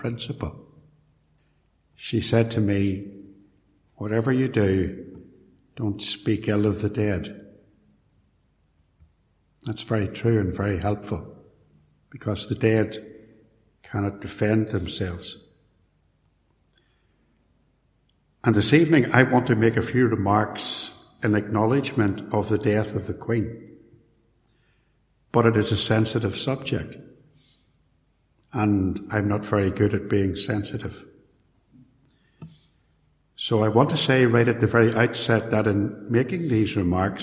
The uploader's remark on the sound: a sermon preached at Templepatrick Reformed Church